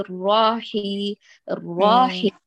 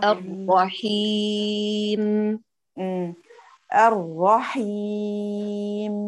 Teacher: الراء الثانية في كلمة الرحيم حافظي على زمنها · Shown in: second take